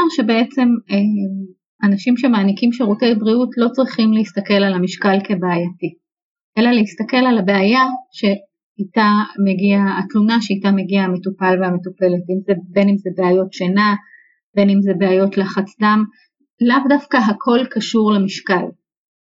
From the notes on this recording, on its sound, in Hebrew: עקב בעיה טכנית - איכות השמע בפרק זה אינה איכותית כמו בפרקים האחרים, התנצלותי.